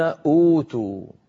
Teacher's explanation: أبدلوا الهمزة الثانية الساكنة حرف مد مجانس لحركة الهمزة الأولى · Term: مد بدل